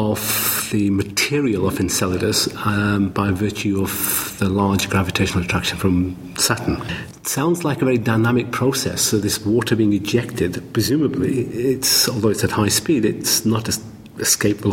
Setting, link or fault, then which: setting, busy venue